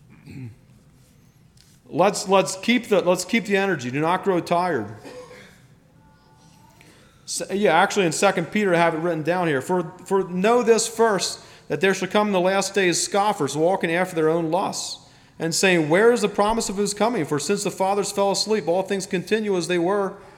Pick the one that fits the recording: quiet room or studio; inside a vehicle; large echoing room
large echoing room